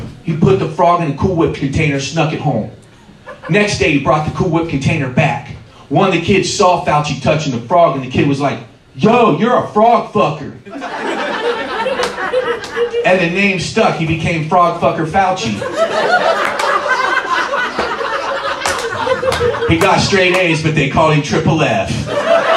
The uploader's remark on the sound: We go to West Milton Ohio to hear. Perform a comedy show in front of the locals.